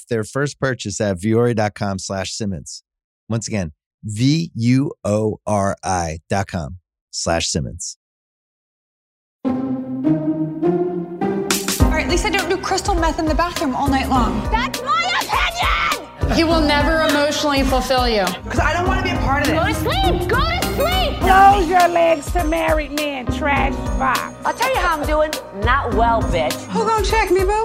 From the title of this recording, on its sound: Reporting Live From BravoCon, Day 2!